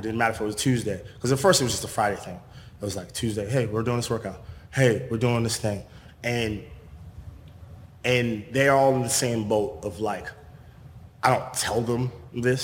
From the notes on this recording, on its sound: The 2023 Invictus Boston Invitational Live Podcast. Out first live in house with a studio audience + live stream podcast. Newport Home & Drone // Lost Art Photography for the Video/ Audio Production, Drone Footage// Post Production.